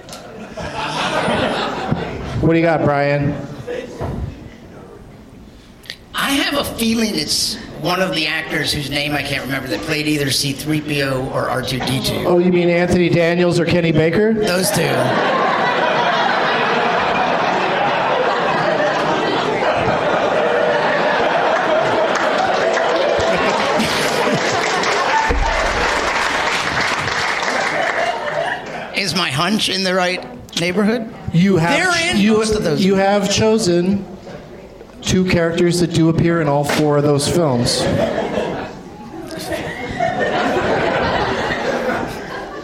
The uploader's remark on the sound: Live from Goodnight's Comedy Club in Raleigh.